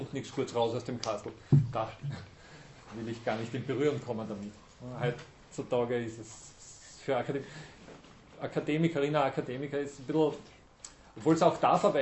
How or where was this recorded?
large echoing room